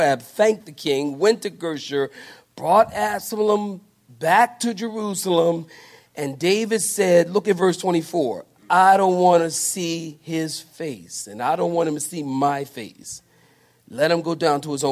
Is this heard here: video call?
no